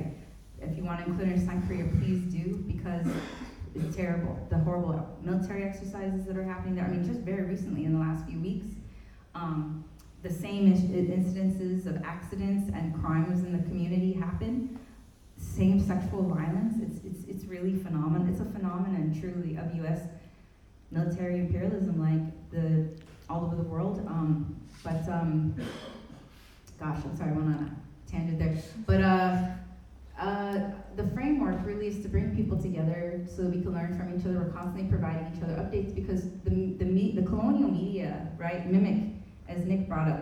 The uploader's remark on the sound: This week, we present to you the audio from our most recent event. Co-hosted by the Justice and Peace Office and the Independent and Peaceful Australia Network (IPAN). The discussion panel featured two keynote speakers.